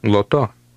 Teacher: When the L in Lithuanian is followed by an A or an O, it does resemble the English L and is called a hard L.